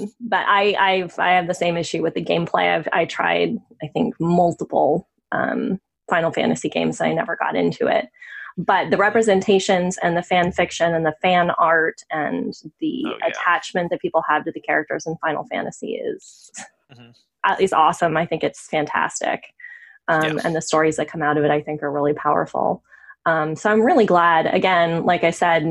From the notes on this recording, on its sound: This was recorded June 11, 2020, as part of a series of Pride Month virtual panels hosted by Awesome Con and Rose City Comic Con. As part of a series of Pride Month virtual panels hosted by Awesome Con and Rose City Comic Con , part of LeftField Media.